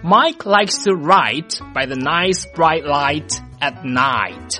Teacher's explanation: Mike likes to write by the nice bright light atnight。麦克呢喜欢在晚上漂亮的灯光下写作。这句话呢你会发现绝大多数单词呢都有一个 I 的发音，这个 I 呢就是一个非常饱满的双元音